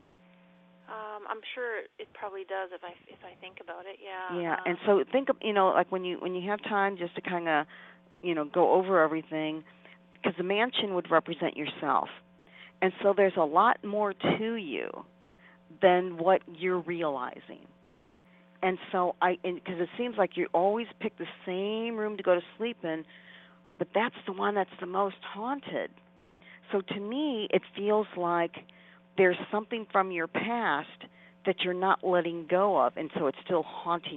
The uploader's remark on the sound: In the second half of the show, we'll also open the phone lines